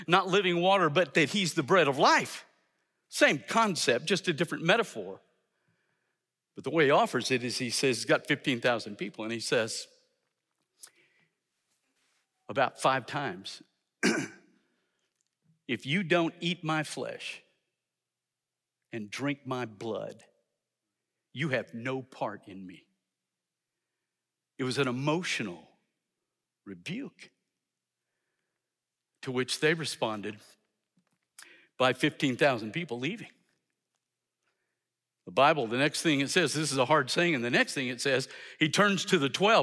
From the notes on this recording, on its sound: in #SWBTSChapel on February 7, 2023